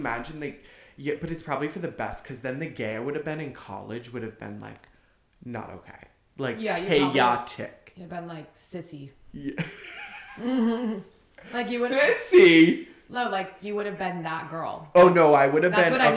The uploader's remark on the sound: Echo Chamber of Introductions. Trigger Warning: ECHO... Yes, we know we are echoing literally the entire time.